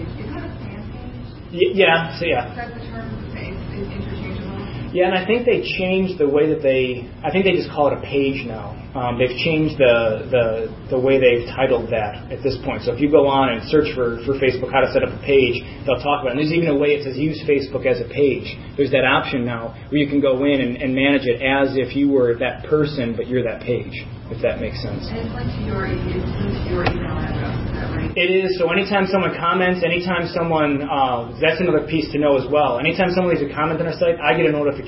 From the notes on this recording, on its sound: TechForum Chicago 2011 presentation on May 6